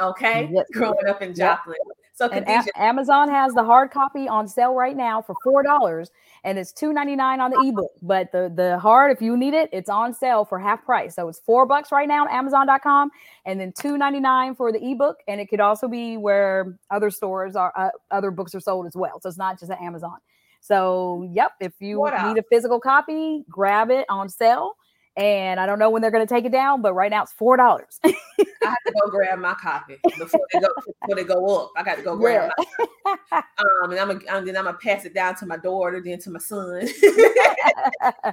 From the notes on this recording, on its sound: Listen in on our LIVE TAPPING OF THE SHOW. We expressed some small connection technical difficulties towards the end of this interview.